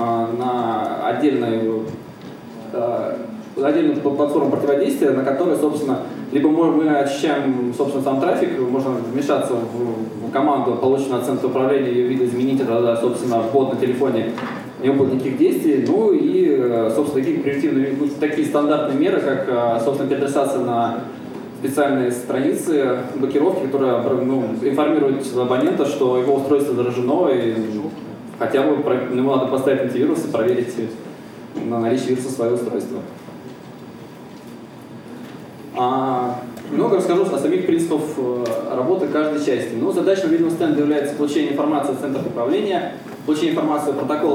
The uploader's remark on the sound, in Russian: ZeroNights 2014 и «Открытая безопасность» представляют аудиозапись докладов с конференции. День 2, Workshop 1, Defensive track.